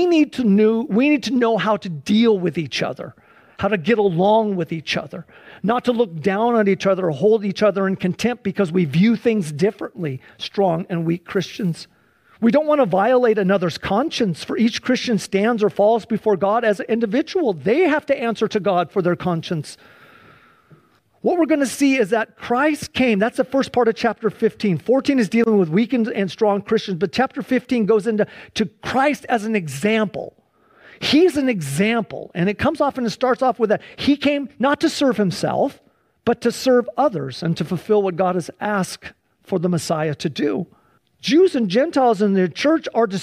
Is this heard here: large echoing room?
yes